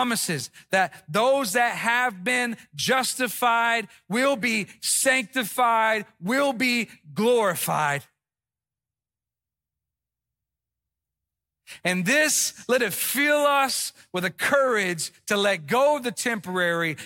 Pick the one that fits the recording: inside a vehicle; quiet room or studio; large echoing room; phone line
large echoing room